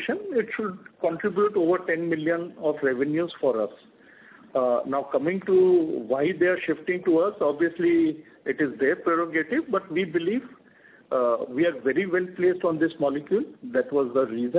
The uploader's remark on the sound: Results discussion/conference call. Q&A starts at 14:55.